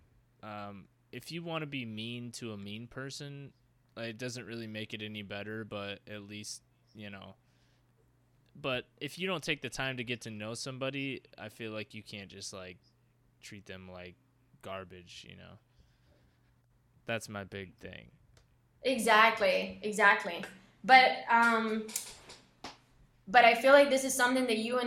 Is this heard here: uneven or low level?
yes